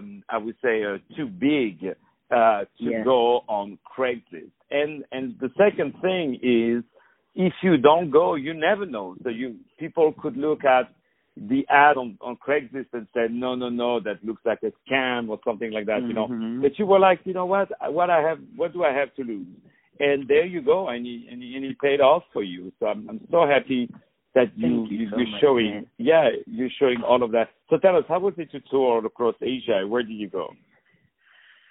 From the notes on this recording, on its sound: On the phone